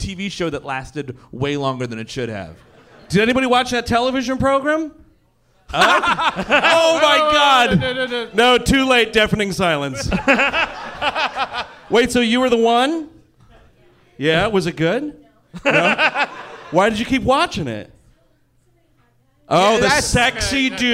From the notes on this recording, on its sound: Live in Hollywood. Recorded during last year's fall tour, the gang kicked off the LA shows.